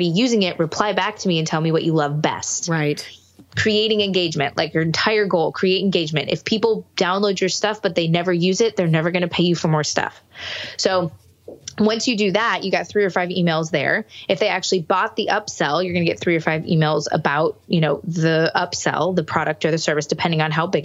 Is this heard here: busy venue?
no